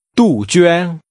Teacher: Using falling and high-level tones, say azaleas